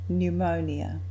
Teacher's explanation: Note that the P is silent, so the first syllable is like new